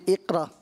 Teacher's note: جیسے اقرا، بعض لوگ پڑھتے ہیں اقرا، قاف کی آواز اس میں حرف قلقلہ، اس میں آواز لوٹ کر آتی ہے